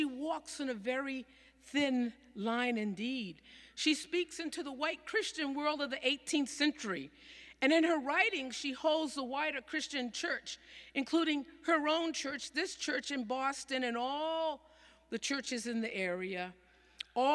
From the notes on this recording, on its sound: Sermons from Old South Church in Boston